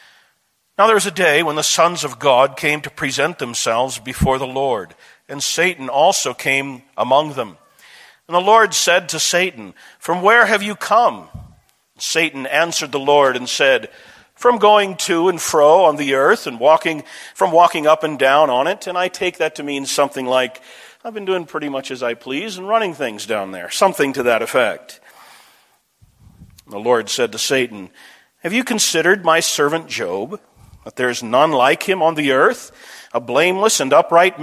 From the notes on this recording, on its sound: This message was delivered June 27, 2010, at Desert Springs Church, Albuquerque, NM.